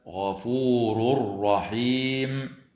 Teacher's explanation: ويدغم في الراء من غير غنة